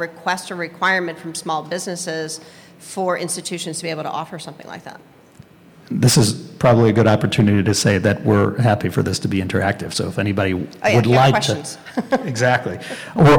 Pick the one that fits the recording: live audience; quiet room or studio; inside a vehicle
live audience